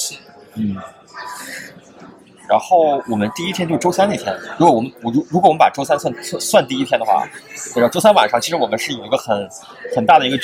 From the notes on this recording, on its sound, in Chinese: Google I/O Connect 现场特别篇。于上海参加 Google I/O Connect 大会及 Community Mixer 活动时。其特别之处在于主持人和嘉宾分别来自 4 个不同的城市。于 Google 在上海浦东预订的酒店大堂临时进行了节目录制。